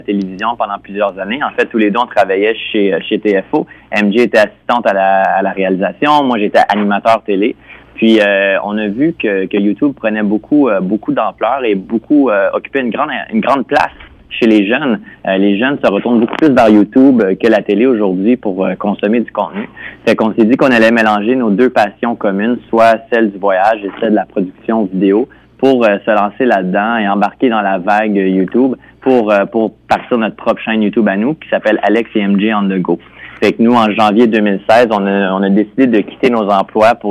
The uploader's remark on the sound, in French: S'est entretenue au téléphone avec notre journaliste.